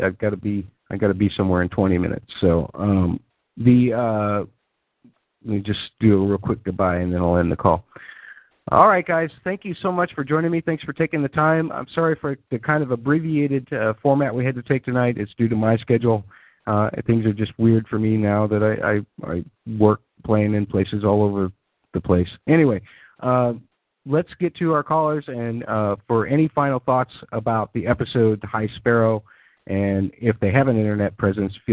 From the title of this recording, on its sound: Fan Call In Show